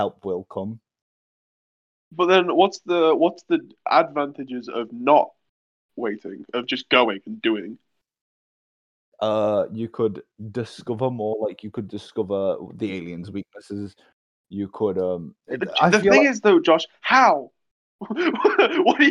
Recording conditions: drop-outs